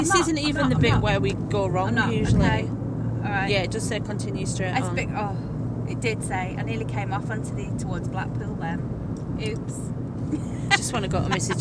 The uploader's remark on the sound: Recorded during out road trip.